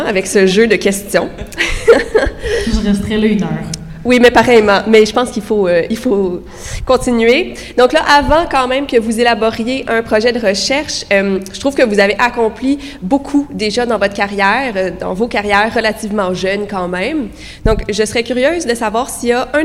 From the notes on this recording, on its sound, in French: Panel · Sujets Chauds en Recherche à la Nuit des Chercheuses et des Chercheurs. Élaborer un projet de recherche commun devant le public. Cet épisode est ponctué d’entrevues bonus enregistrées dans les coulisses de la Nuit. Studio: Bibliothèque des sciences de l'Université de Montréal.